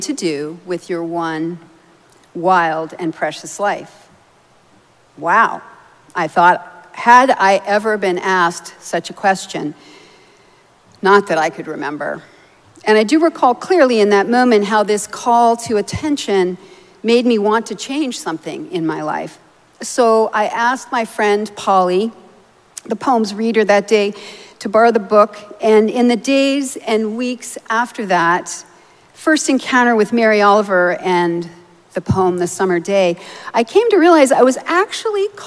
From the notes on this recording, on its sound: Recorded live at Arlington Street Church, Sunday, August 13, 2023.